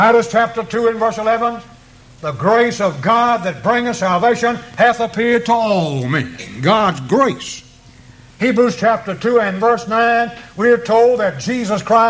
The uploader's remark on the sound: preached this sermon at the East Columbus church of Christ on April 11, 1993.